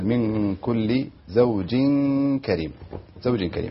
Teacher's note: هنا حرف التنوين أتى بعده حرف الكاف، والكاف من حروف الإخفاء، فينبغي أن تكون القراءة بهذا الشكل من كل زوج كريم، زوج كريم.